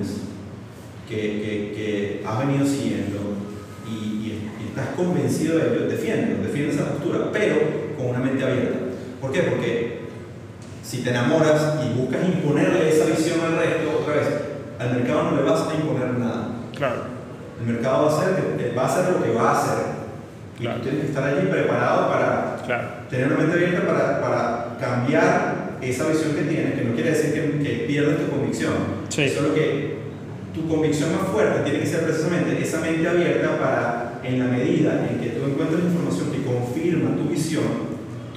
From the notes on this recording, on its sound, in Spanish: Nuestro episodio en vivo desde la ciudad de Caracas, donde hemos tenido la oportunidad de compartir una mañana estupenda con asistentes, desde los espacios de Synergy Vision.